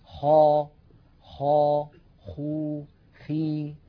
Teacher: من أدنى الحلق ما ذكرنا حرف الخاء